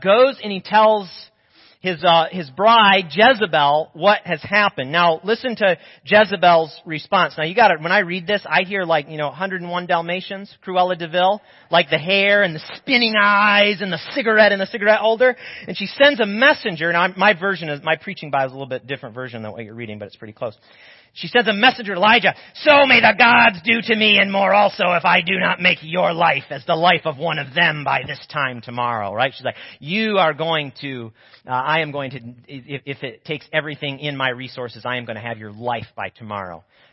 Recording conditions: large echoing room